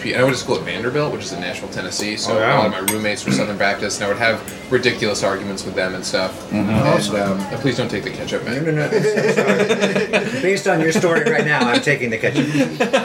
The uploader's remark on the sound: at the IHOP in West Hollywood